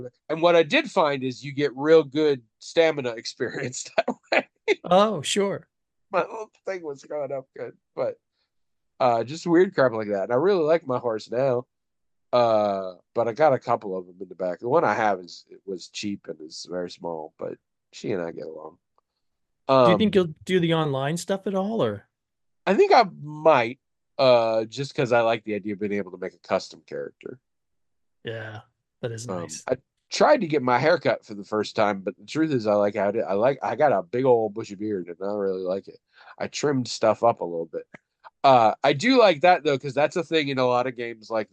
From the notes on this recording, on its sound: Someone’s internet is borked this week, and so Zoom keeps cutting out and coming back. What you’ve got is a bunch of chunks of podcast.